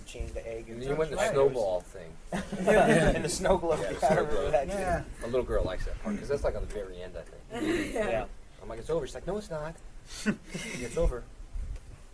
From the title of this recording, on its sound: Power Rangers Press Panel at Anime Central 2008